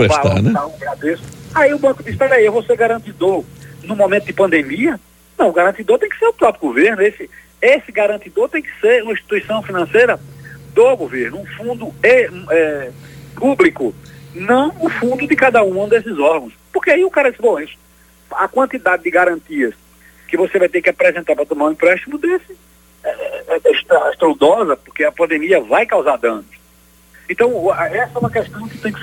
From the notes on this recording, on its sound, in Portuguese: Entrevista na Nova Brasil Aracaju - 93.5 FM. Conversou por telefone.